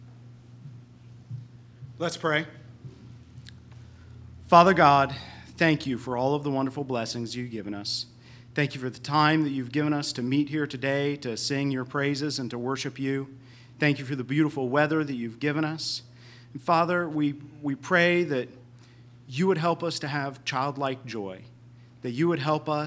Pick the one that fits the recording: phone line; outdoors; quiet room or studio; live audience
live audience